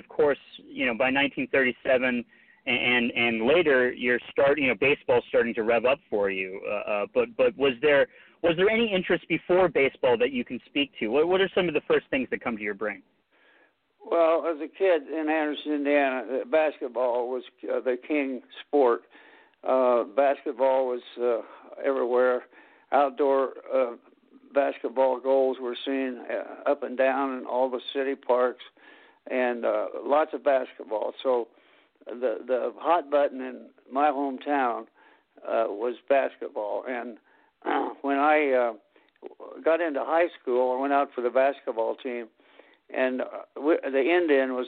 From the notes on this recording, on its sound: will call into the show